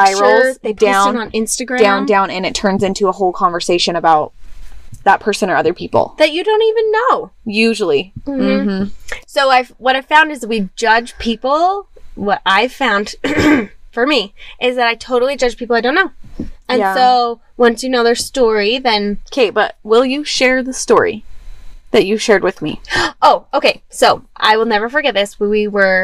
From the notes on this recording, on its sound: Yep, we really record in our van!